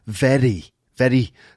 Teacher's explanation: That sort of little kind of tongue flap, that slightly rhotic R of very poor